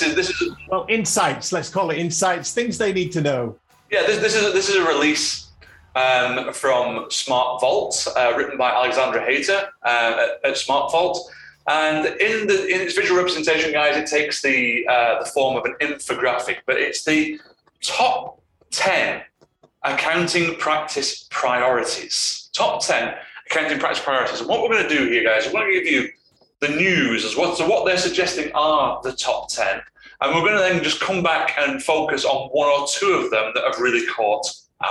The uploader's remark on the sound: APOLOGIES FOR THE AUDIO ON THIS EPISODE.